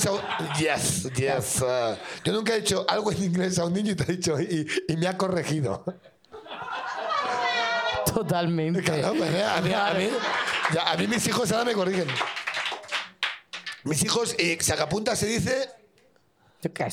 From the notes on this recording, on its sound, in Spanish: Programa grabado en BEER STATION (Madrid)